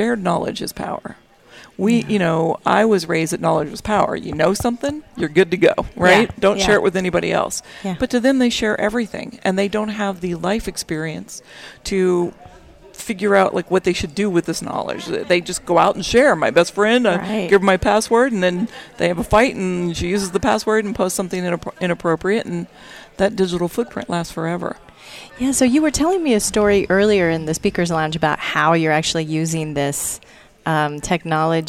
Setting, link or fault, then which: setting, busy venue